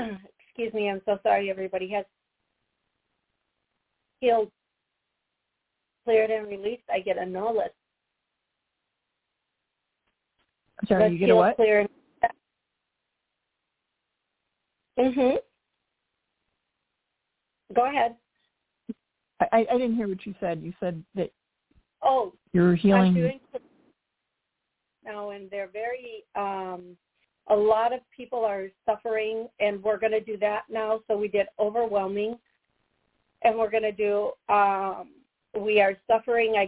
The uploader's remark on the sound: Live Call